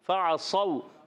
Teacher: پیارے بچوں اور مدنی چینل کے ناظرین فعصوا میں پہلا حرف فا فا کی ادائیگی ہوتی ہے اوپر والے دانتوں کے کنارے جب نیچے والے ہونٹ کے تر حصے سے لگتے ہیں تو ادا ہوتا ہے فا کیا ادا ہوتا ہے فا گڈ عین کی ادائیگی حلق کے درمیان والے حصے سے